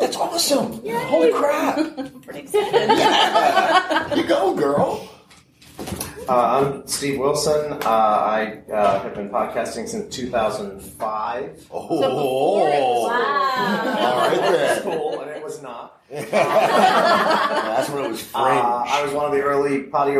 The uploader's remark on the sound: We bring you an amazing workshop recording from Balticon 2018: Improving Your Reading.